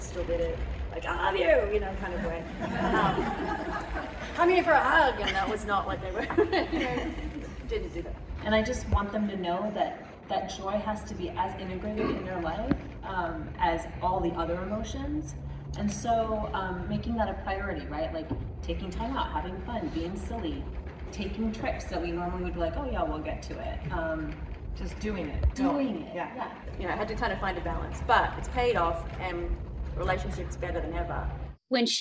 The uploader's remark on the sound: The Opening Panel at the 2023 Real Property Retreat Conference